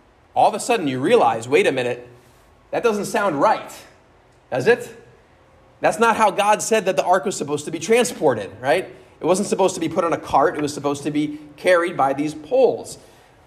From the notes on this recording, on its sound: at Immanuel Lutheran Church in Pasadena, CA on 10/9/22.